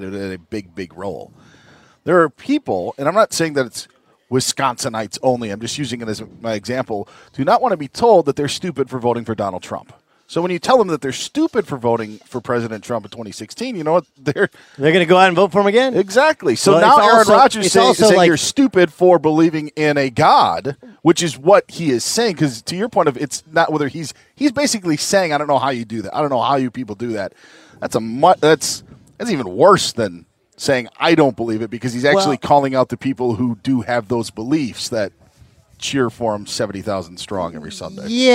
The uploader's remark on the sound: live in San Diego for the Farmers Insurance Open